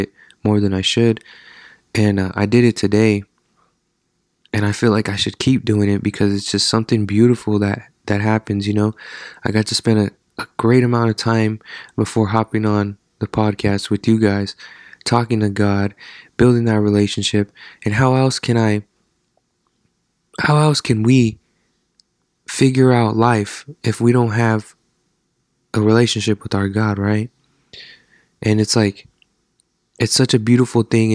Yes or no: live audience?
no